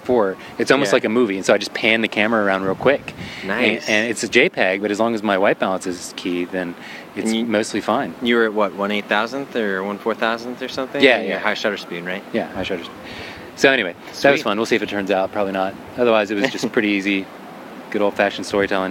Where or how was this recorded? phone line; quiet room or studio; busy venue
busy venue